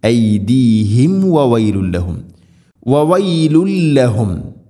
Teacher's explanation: ഐദീഹിം വ സാക്കിന മീമിന് ശേഷം വ വരുമ്പോൾ ശ്രദ്ധിക്കണം, രണ്ട് ചുണ്ടുകൾ തമ്മിൽ തട്ടിച്ച് മീമിനെ പൂർണ്ണമാക്കി ഉച്ചരിക്കണം. ഐദീഹിം വവൈലുല്ലഹും, വവൈലുല്ലഹും.